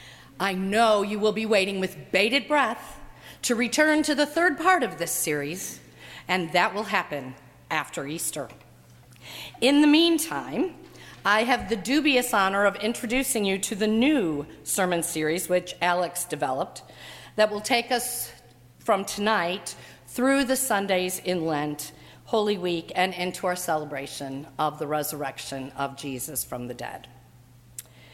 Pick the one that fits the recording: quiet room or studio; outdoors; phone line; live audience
live audience